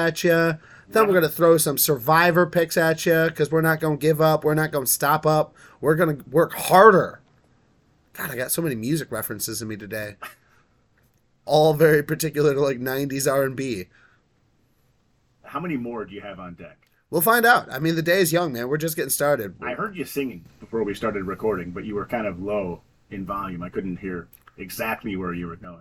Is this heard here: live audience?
no